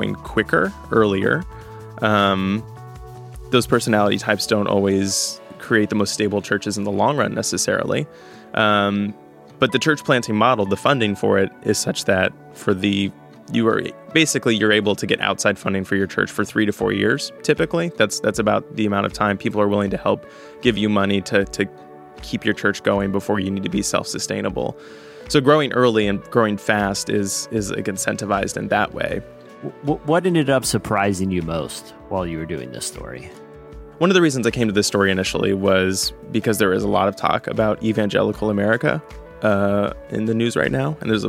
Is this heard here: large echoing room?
no